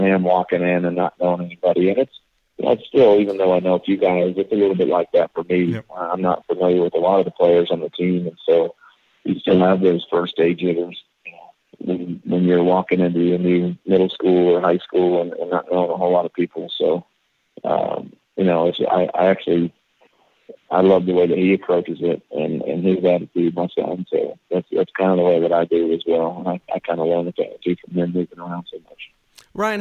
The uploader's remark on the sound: Called into the show. Outside the studio.